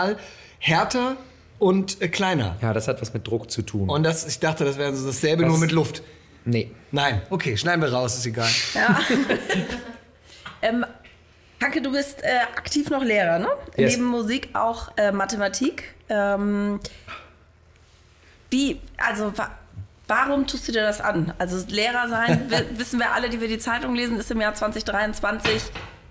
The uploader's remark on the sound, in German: Zum ersten Mal hört ihr heute einen Podcast, den wir vor Publikum aufgenommen haben! In unser Frankfurter Studio eingeladen und vor ausgewähltem Publikum ein lockeres Interview geführt.